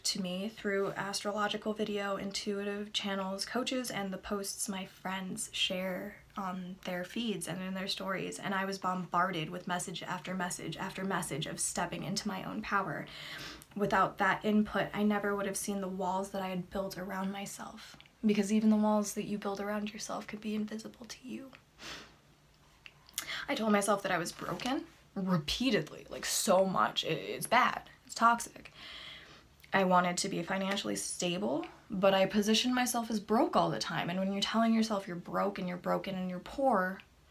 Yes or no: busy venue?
no